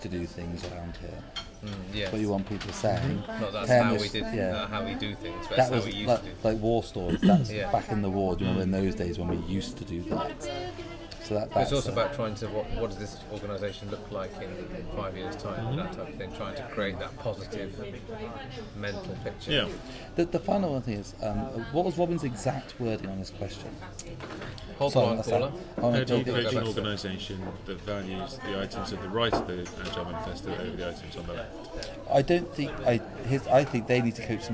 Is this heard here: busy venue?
yes